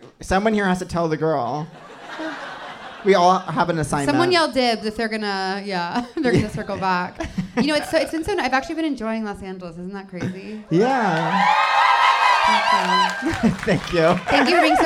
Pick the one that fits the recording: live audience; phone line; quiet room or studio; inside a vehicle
live audience